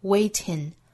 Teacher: 那 waiting 这个词可能被发成前鼻音